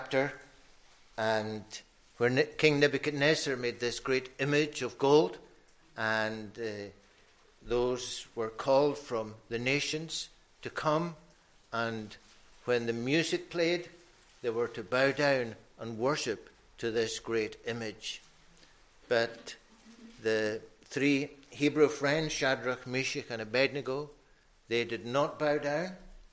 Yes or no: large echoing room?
yes